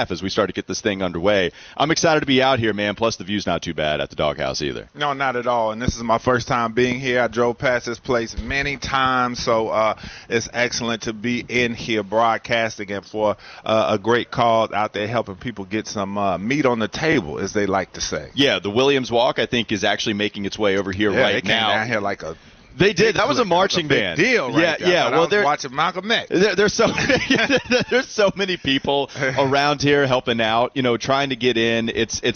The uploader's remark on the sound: live from today's Street Turkey's event live from Dog House